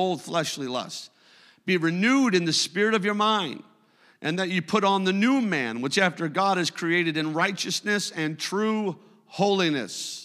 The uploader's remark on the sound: A service recording from Connect Point UPC.